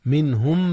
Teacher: أظهرت النون قبل الهاء وهي من أحرف الحلق · Term: إظهار